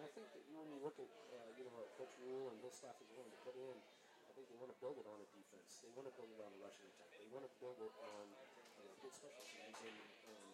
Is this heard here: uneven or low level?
yes